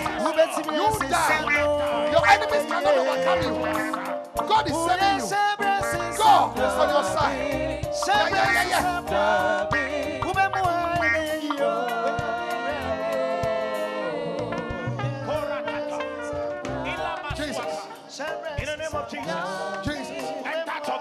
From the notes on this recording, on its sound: Preached at The Life Cathedral, Ofaakor-Kasoa.